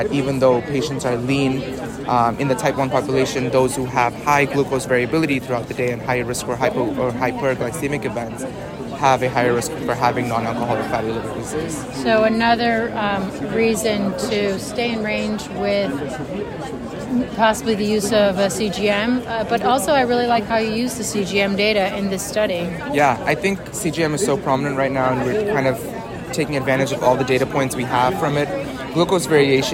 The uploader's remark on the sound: recorded during the ADA 2023 Conference